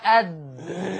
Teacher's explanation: التاء والدال والطاء من مخرج واحد